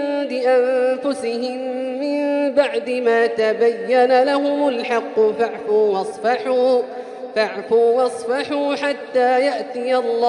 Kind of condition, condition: setting, large echoing room